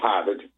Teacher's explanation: You might still detect just a little bit of a Massachusetts accent when I speak. If I talk about Harvard, you can probably hear the lack of an R there.